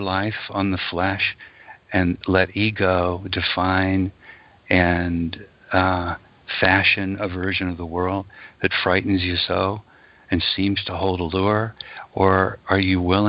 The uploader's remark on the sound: ACIM Daily TEXT Conference Call.